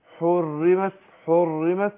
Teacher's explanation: الراء هنا لما بتكون مشددة بتكون معرضة أكثر للتكرير، يعني والتكرير منهي عنه، يعني قالوا إن الراء من صفاتها التكرير، يعني معرضة للتكرير.